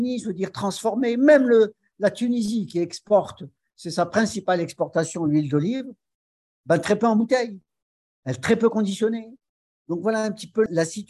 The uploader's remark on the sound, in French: Cet épisode a été enregistré le 02 février 2023 via zoom. Par le Centre d'Études Maghrébines à Tunis ( CEMAT ).